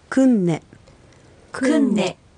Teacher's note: KUN の N は子音ですので、最初にアクセントが来てクンネという発音になります。